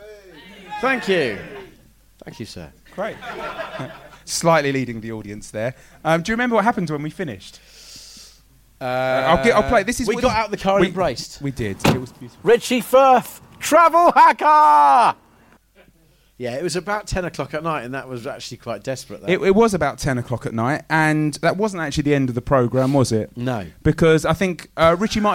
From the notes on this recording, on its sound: Recorded at The Bill Murray Comedy Club in London